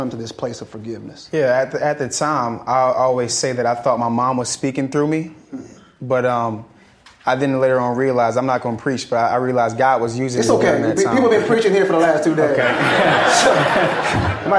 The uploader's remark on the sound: In this live recording of the podcast. Inspires the audience to stand up, give hugs, and say “I love you.”